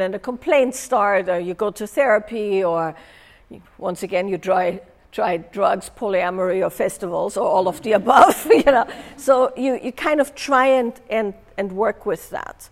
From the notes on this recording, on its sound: Live with participants from a recent in-person event.